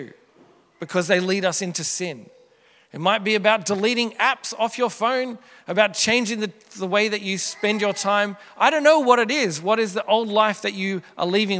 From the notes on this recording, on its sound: Originally preached at Merri Creek Anglican Church in August 2023